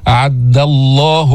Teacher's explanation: أعد الله، ما تفخم الدال، بعضهم يقول أعد الله ضا أو يفخمها أو يأتي بها قريبة من الضاد. أعد الله دال مستفلة منفتحة، ما فيها استعلاء، ما فيها تفخيم، ما فيها إطباق